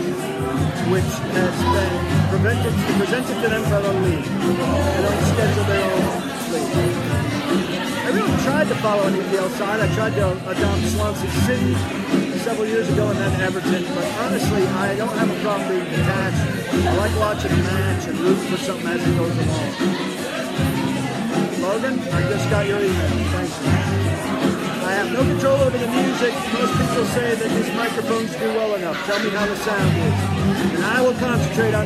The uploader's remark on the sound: live from Old School in Cool Springs/Franklin